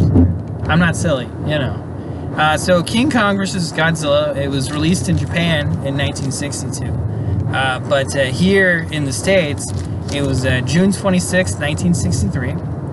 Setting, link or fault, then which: setting, inside a vehicle